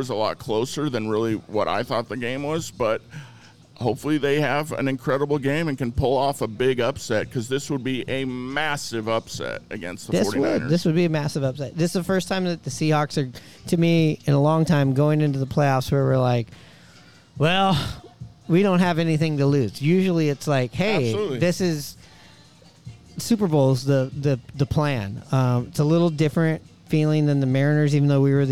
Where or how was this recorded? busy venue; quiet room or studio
busy venue